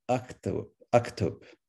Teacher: And so suddenly you still have K, T, and B in order, but you notice the vowel disappears. So now the K and the T are right next to each other.